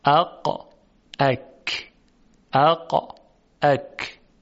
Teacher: در تلفظ حرف قاف عرض کردیم که تارهای صوتی ارتعاش دارن، اما در تلفظ حرف کاف موقعی که هوا از ششها خارج میشه و از میان تارهای صوتی عبور میکنه، تارهای صوتی ارتعاشی ندارند. فلذاست که میبینیم و میشنویم که حرف کاف دارای صدای متفاوتی از حرف قاف هست: اق، اک، اق، اک.